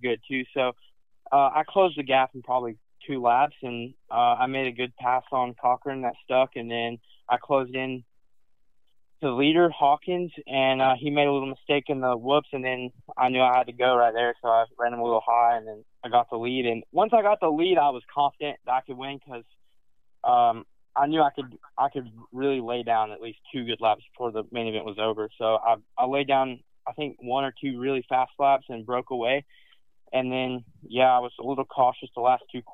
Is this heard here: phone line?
yes